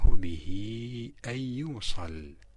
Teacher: وهنا كذلك في كلمة به، الهاء في به هاء الضمير، مدة الكسرة فيها هذا المد الطويل بسبب مجيء الهمزة بعدها في كلمة أن · Term: مد الصلة الكبرى